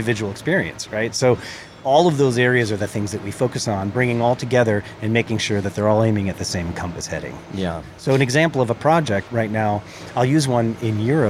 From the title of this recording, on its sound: Indie Colorcast Live at The LINE Hotel